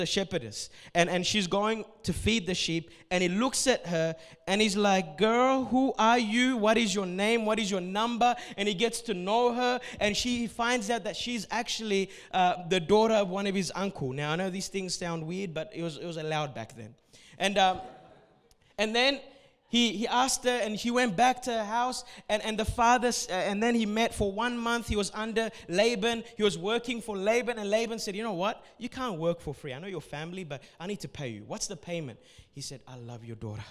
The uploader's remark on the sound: A message recorded at Revive Church Adults service